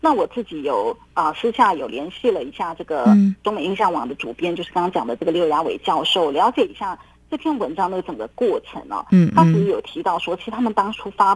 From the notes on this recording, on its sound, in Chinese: 連線訪問中央社駐上海記者